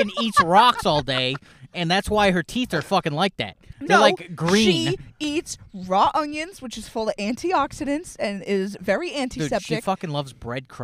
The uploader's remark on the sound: in the #1 top 1%'r car studio